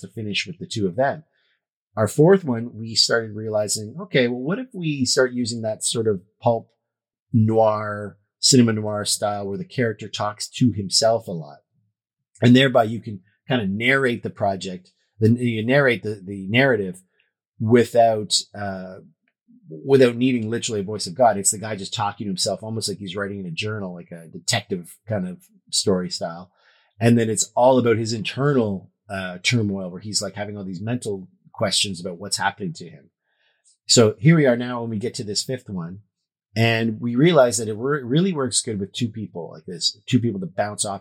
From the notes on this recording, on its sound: Recorded for the first time together in Hamilton, ON, you might notice a sound quality difference as we share the mic.